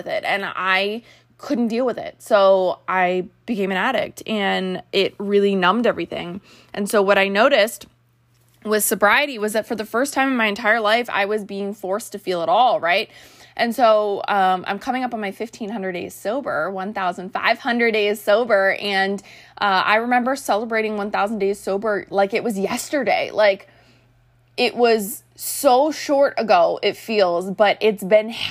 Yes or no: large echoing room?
no